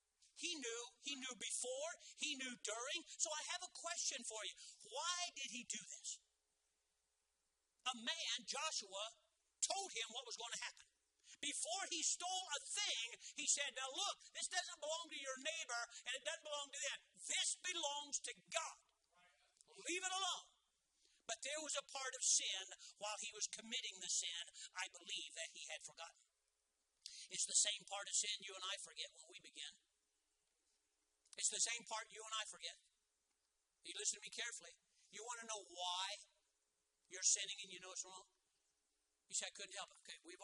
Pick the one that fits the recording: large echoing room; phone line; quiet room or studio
large echoing room